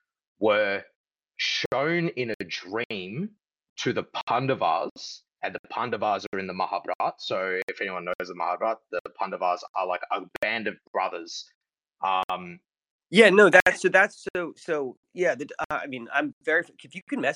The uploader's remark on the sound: The idea being to test out how community engagement on a live platform would perform, while providing active conversational engagement from the listeners outside of written comments. Think of it as a Coast to Coast AM style open radio show. Admittedly the sound quality isn't the best but I feel it adds to that boots on the ground conversations we all heard back in the day with talkback radio (I will be using my regular recording set up next time around).